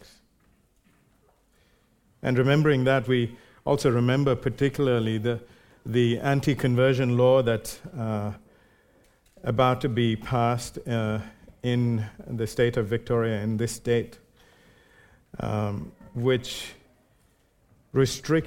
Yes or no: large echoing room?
yes